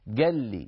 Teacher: هذه أصلها قال لي، يعني اجتمع في النطق لامان، لا متحركة ولا متحركة، فسكنوا الأولى فصارت ساكنة وأدغموها في اللام الثانية فصارت قال لي أو قال لي، نفس الموضوع.